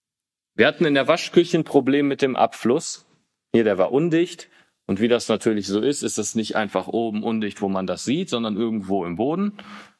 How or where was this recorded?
large echoing room